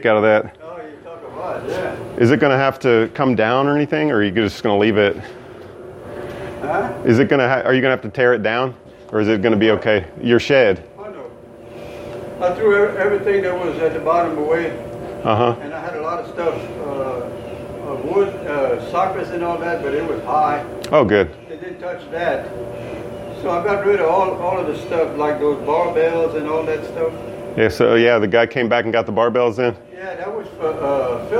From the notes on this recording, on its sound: You’re going to be subjected to listening along while I change the oil on the car. I recorded this whole thing on my phone. Without adding the intro and outro music.